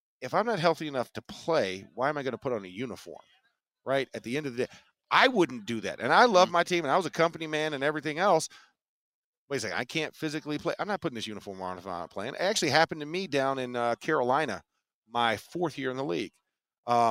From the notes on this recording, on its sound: The Drive LIVE from the NFL Combine.